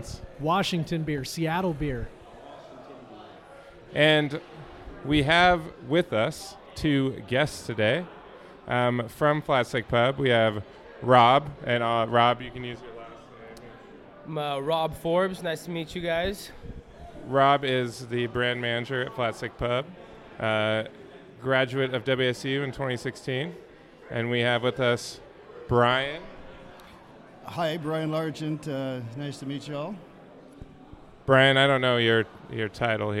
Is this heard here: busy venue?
yes